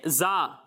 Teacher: جب آپ اس کی ادائیگی کریں گے تو اس میں سیٹی کی آواز نکالنی ہے، اس میں سیٹی کی آواز آئے گی.